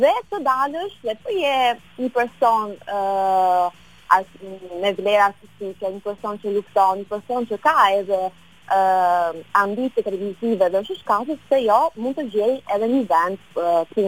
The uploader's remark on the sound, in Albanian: E ftuar nëpërmjet një lidhje telefonike për “Live From Tirana”.